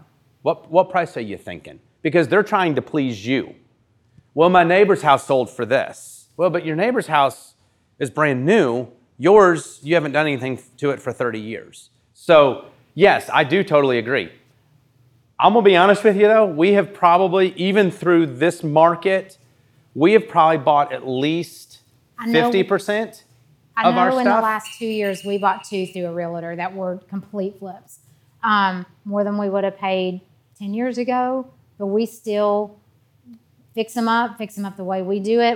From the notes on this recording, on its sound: This episode is the first of a series of podcasts taken from a time of Q&A at Happy Home's first community meetup.